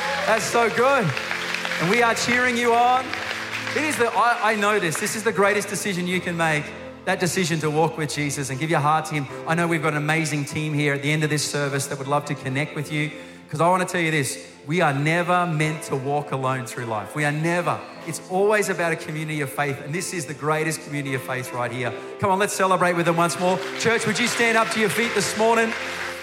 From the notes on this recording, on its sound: Recorded during our 9am service